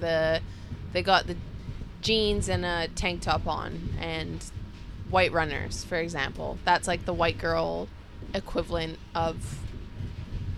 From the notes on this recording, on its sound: First EVER Podcast Recorded From a Sleeper Train In Vietnam? We recorded live from our 32-hour sleeper train from Hanoi to Saigon, it didn't go perfect but we did our best. This episode was recorded live from Vietnam in June 2022.